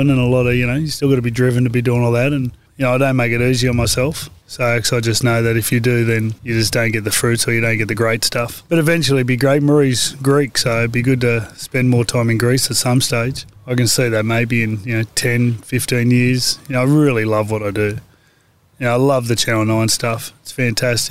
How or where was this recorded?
outdoors